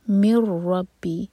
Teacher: مر ادغام بغیر غنہ کا، یہاں پر نون کی آواز نہیں آئے گی